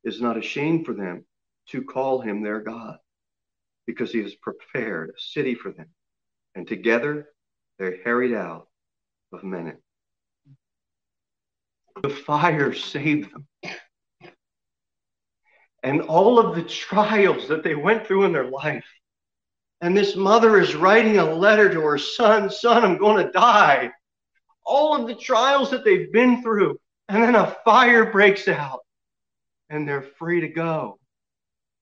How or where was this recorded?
large echoing room